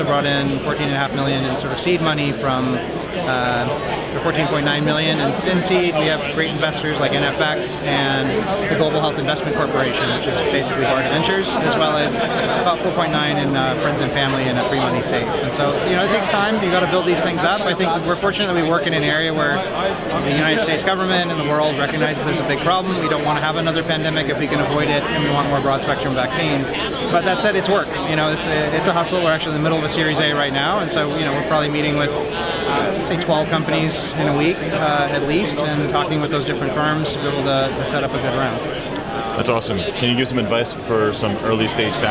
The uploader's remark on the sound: This video was recorded at SynBioBeta 2023 in Oakland, CA.